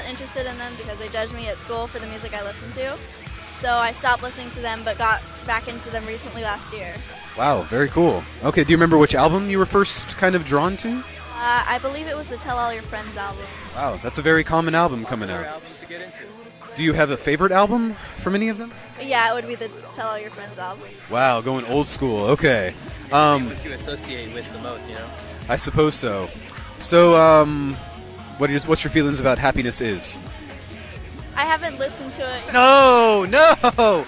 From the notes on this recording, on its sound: Recorded outside. We interviewed excited and passionate fans of these bands.